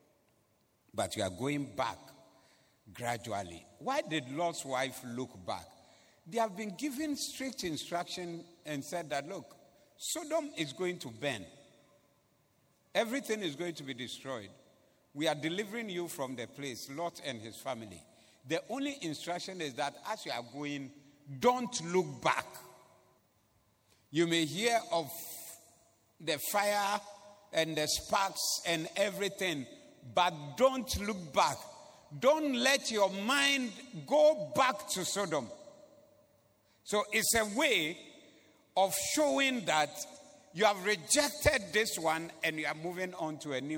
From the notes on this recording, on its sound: Preached at the Doxa Service on 11092022